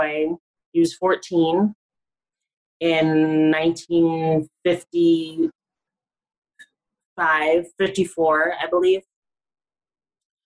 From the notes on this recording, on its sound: Via Zoom, from her apartment in NYC. Recorded via Zoom. Studio facilities provided by irishvoiceovers.co.uk.